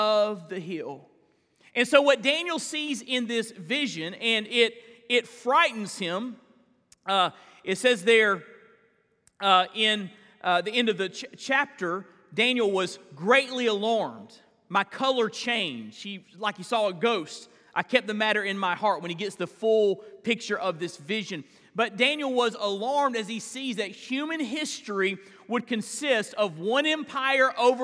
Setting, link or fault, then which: setting, large echoing room